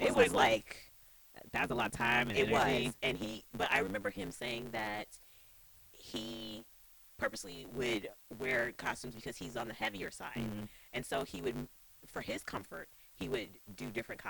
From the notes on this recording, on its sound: Audio degradation is a thing. Learning how to edit your own podcast with no audio experience is both exciting and palpitating.